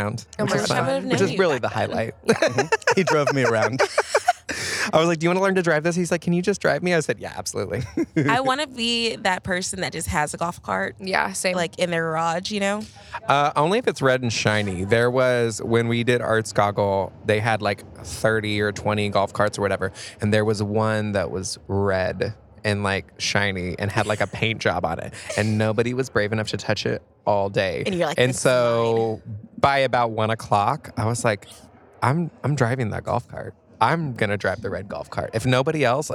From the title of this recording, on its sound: Live from the Visit Fort Worth Annual Meeting